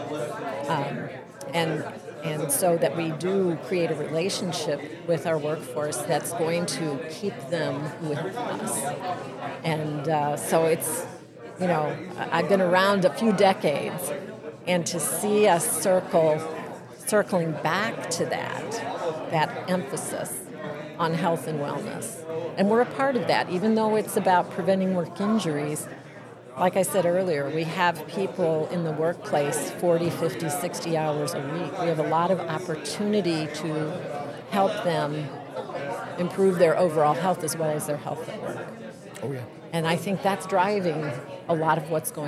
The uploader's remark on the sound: I had a great chat at the KY safety conference.